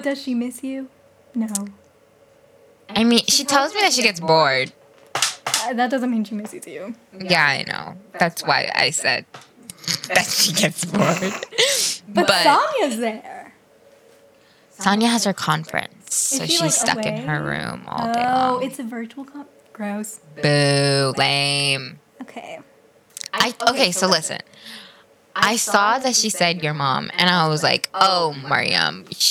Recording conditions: echo